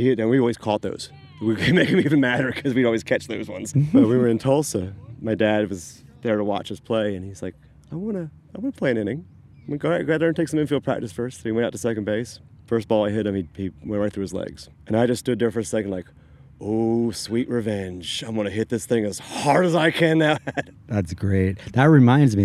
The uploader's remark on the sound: This episode was recorded at Patterson Park in Austin, TX